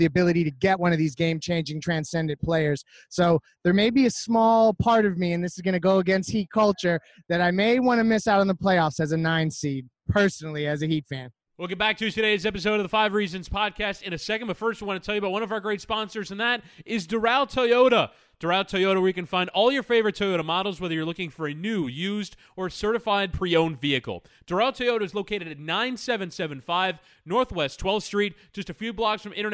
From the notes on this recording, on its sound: LIVE from All-Star Weekend Special. Live at All-Star weekend in Charlotte.